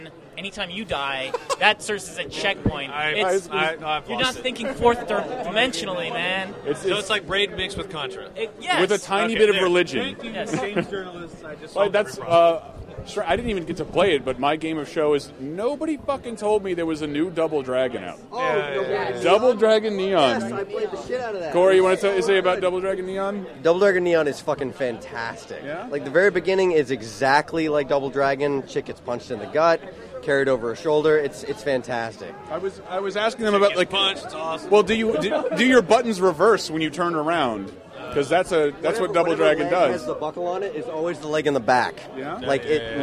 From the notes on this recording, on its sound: LIVE from Boston’s PAX East 2012 extravaganza!